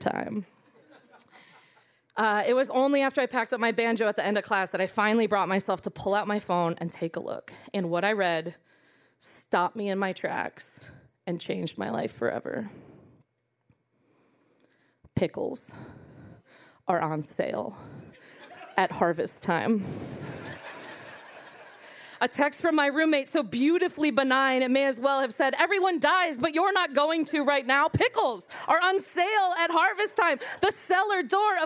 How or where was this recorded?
live audience